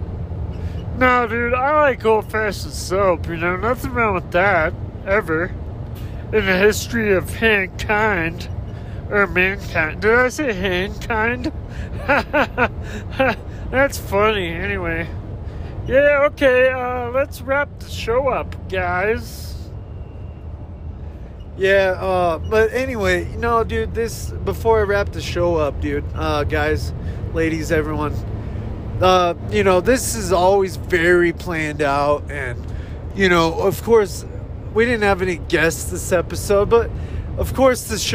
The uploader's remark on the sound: Driving around